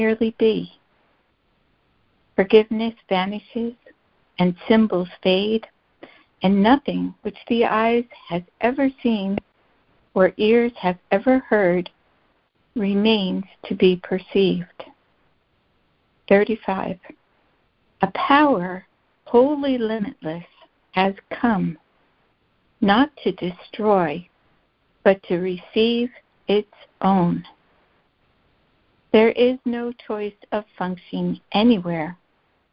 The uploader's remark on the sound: ACIM Daily Conference Call.